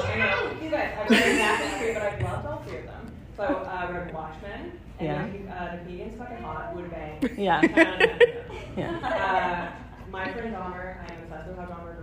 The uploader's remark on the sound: LA Comic-Con Panel 2023